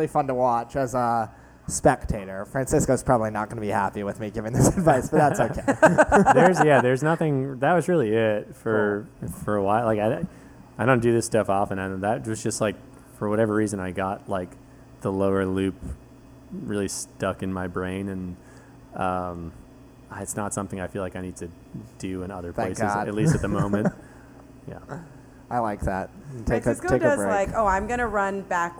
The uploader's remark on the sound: This weeks podcast was recorded in As Is NYC - a bar in Hell's Kitchen.